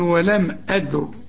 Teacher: الهمزة مفتوحة يبقى الراء عند الوقف مفخمة، لكن عند الوصل مرققة لأنها مكسورة. · Term: تفخم الراء عند الوقف